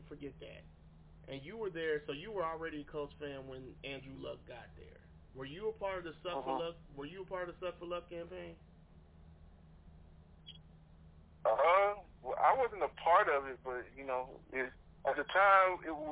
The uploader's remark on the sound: Please excuse the audio.